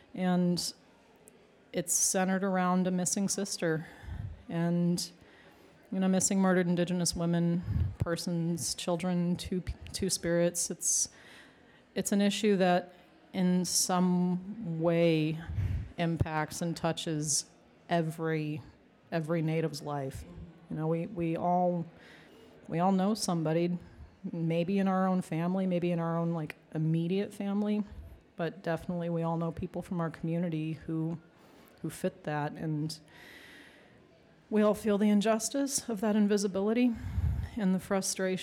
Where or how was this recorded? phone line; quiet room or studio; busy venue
busy venue